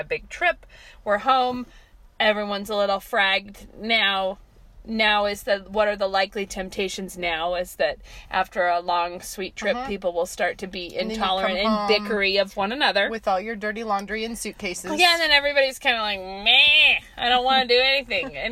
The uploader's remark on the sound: we are back in the car